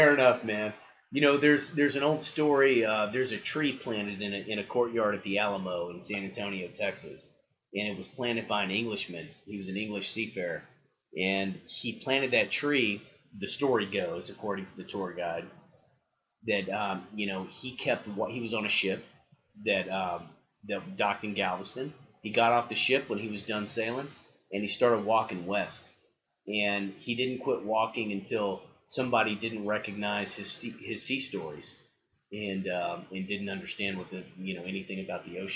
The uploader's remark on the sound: I apologize for the sub par audio. I tried a new method of recording and it didn't go well.